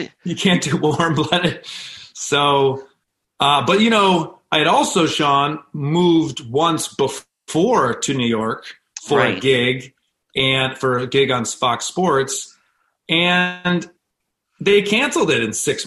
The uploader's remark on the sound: joined me over Zoom